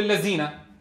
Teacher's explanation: لأننا ننطق الذال زايا والثاء سينا